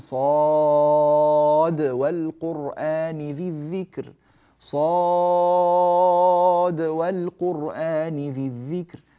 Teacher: صاد والقرآن لا، لم تدغم، الدال مظهرة، ولذلك المد اللازم الحرفي هنا مخفف